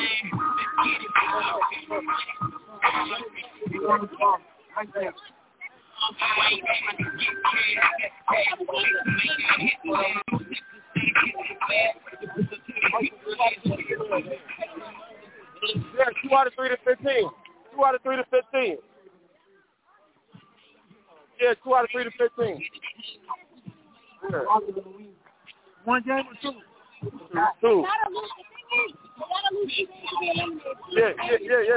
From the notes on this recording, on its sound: SportsTalkDT Live On iFM Sports Radio. Live in Pontiac Michigan at the Urban Round Ball Classic.